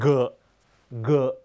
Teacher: ตัว Gเนี่ยไม่มีในภาษาไทยต้องออกเสียงก้องอ้าปากกว้างๆนะครับเสียงออกมาจากลำคอนะฮะ